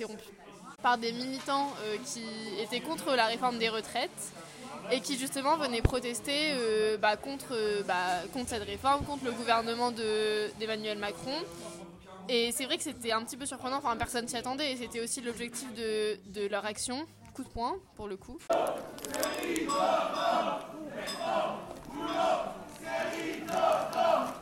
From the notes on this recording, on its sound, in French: A l'occasion du festival Séries Mania. Balader son micro en plein dans l'évènement !